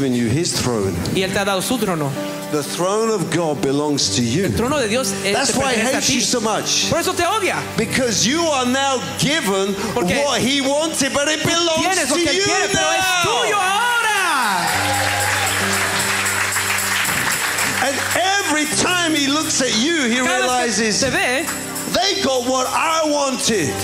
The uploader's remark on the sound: This was recorded at a ReviveBoston gathering in April 2023.